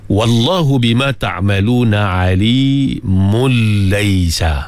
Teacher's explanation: Ada idgham di situ, tanwin bertemu dengan lam. Lam salah satu daripada huruf-huruf idgham, ma'al huruf-huruf idgham lah, dia bila gunnah ya waw mim nun lam ra.